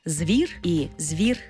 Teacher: Звук «і» пом'якшує попередній приголосний «в». В такому разі у нас може бути варіантна вимова слова «звір», де «з» – твердий, «звір» і «звір», де «з» – м'який.